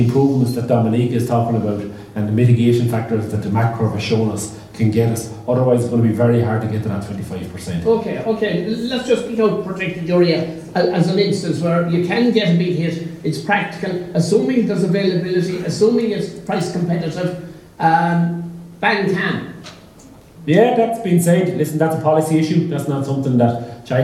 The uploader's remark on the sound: A recording of the Teagasc National Beef Conference panel discussion. Which took place on the 13th December in the Shearwater hotel, Ballinasloe.